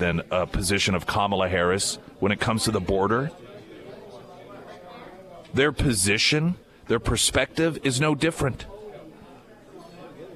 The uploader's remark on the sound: live at Scramblers Diner for the Friday Road Show